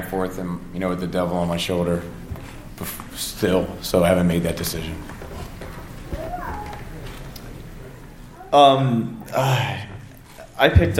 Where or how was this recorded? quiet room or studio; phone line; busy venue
busy venue